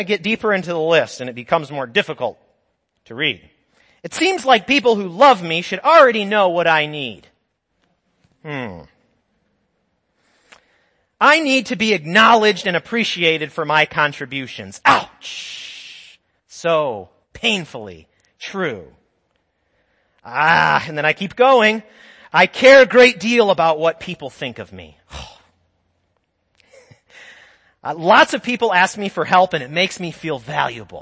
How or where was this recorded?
large echoing room